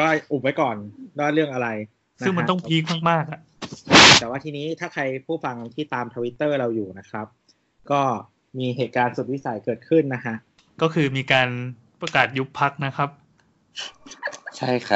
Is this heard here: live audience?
no